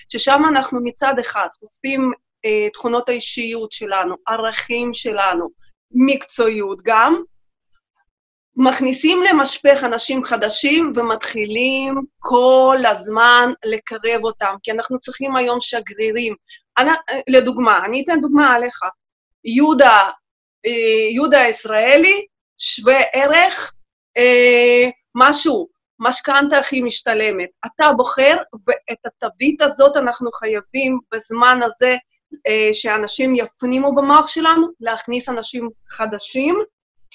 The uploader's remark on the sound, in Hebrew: כולנו בבית וגם תוכנית זו הוקלטה בזום בבית.